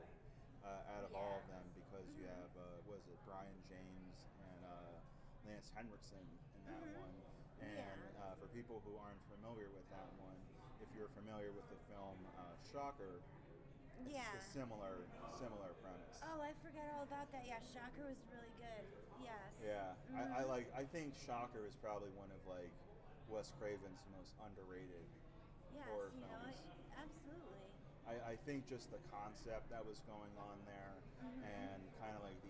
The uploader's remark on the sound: live from Grossfest